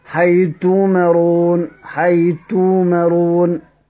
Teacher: يحذف الثاء خالص، دايما الحرف المضغم يحذف